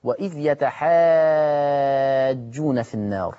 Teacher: لاحظوا ان الالف عليها الموجه والجيم جت مشدده، فعشان كده مدينا ست حركات